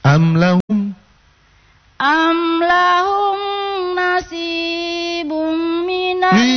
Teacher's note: Jadi mim sukun jangan ditahan. Dia idhar syafawi.